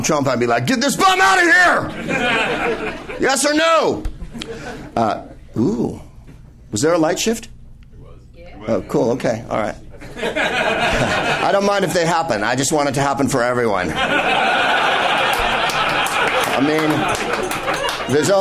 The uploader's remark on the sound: Live from Bar Lubitsch in LA